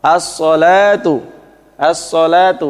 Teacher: Jadi alnya, lamnya tidak dibaca. · Term: idgham